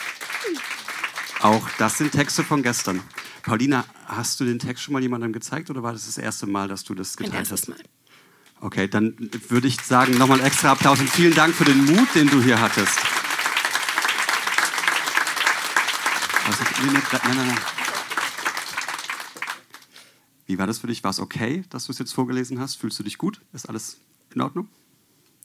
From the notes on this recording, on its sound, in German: In der Wohngemeinschaft, Köln. Auswahl der Beiträge von der „texte von gestern“-Liveshow. Heißen Dank an die Wohngemeinschaft, unser tolles Publikum.